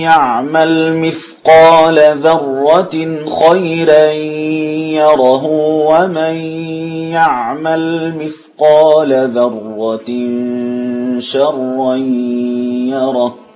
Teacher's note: والإدغام بلا غنة لخلف